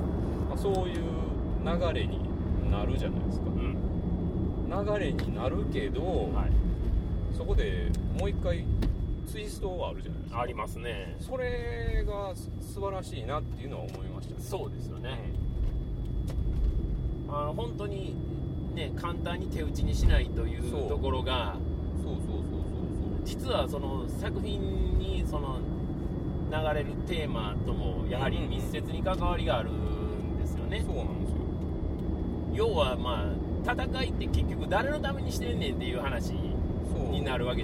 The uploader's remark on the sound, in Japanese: 帰路車中で録音しておりますので、。一回表より雑音を多く拾っており。